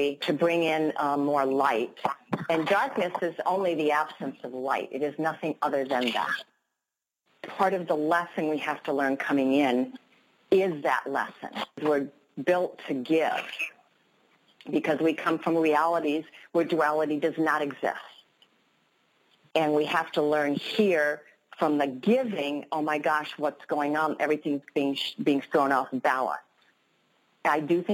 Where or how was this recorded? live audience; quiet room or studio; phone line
phone line